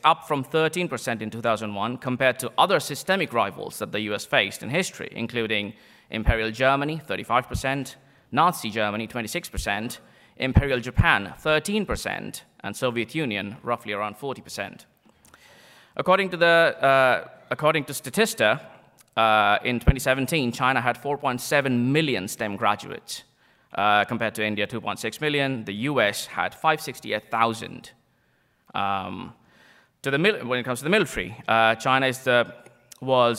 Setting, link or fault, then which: setting, live audience